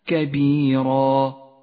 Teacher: نقف الآن مع الصفحة القرآنية التي بين أيدينا نطبق أحكام التجويد من خلالها، ونبدأ بمد العوض في كلمة كبيرا كبيرا، هكذا قف على تنوين النصب بألف مقدارها حركتان